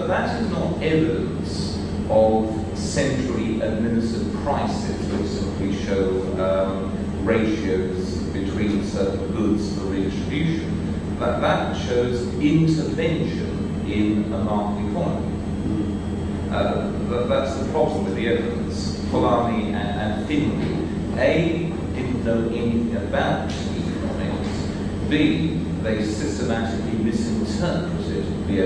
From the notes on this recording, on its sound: Better audio track in preparation… will replace the current track when ready. This lecture is from the 2008 meeting of the Property and Freedom Society.